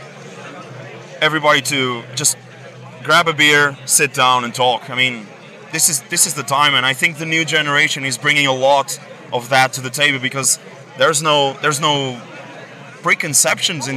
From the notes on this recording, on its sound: From our 'Live from Bloodstock 2023' series.